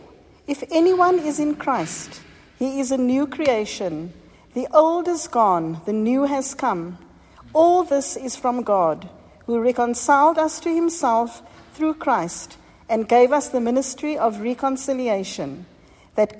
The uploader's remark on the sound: Recorded at the 7pm Ash Wednesday service on 22nd February 2023